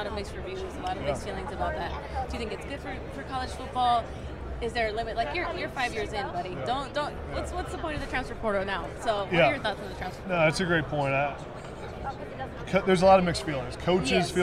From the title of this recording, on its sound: Live From Super Bowl Radio Row